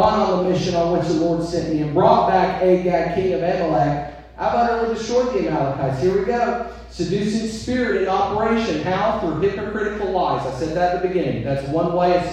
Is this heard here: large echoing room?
yes